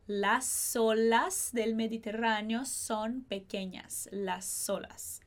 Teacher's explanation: é um som de S e não um som de Z